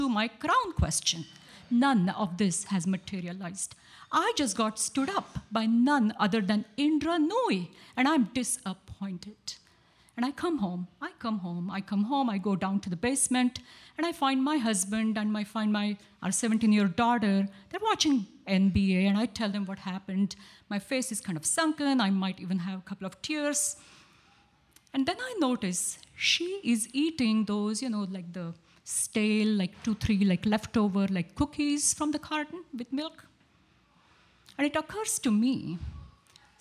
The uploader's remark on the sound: Where we feature select stories from our monthly open mic storytelling events in York, Pennsylvania. Ten storytellers shared their stories with our audience at Archetype Pizza in downtown York.